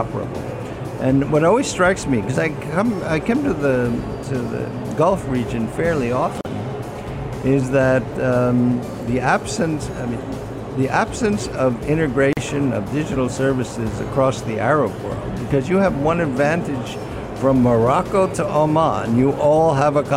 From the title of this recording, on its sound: Live at IGCF